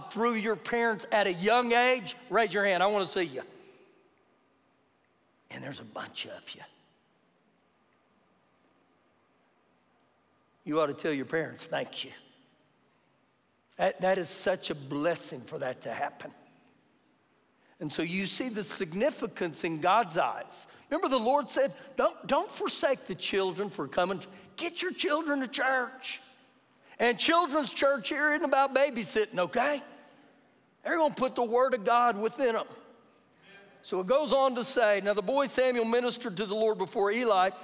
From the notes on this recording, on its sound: Recorded live during our Sunday morning service